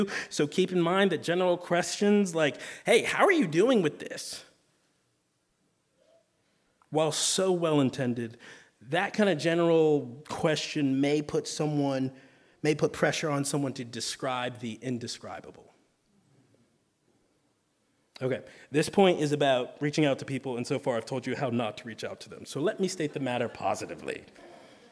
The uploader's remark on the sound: we get a chance to hear from a speaker for about 45 minutes before spending about 45 minutes in a Q&A